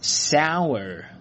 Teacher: 如果你是练的美式的发音呢，结尾呢需要去卷舌一下，因为它呢最后是 R 这个字母。首先呢是辅音 S，然后呢是双元音 sour，然后呢最后呢稍微的卷一下舌头 sour。好，这个词呢就可以用来表示酸的味道，是酸的 sour。好，我们照句子来看一下，The fruit is stillgreen。And it's sour.这个果子呢看起来还是青色的，然后呢吃起来呢很酸。这个青色的呢你可以直接用 green 来表示就可以了。好，我们再说一遍。The fruit is still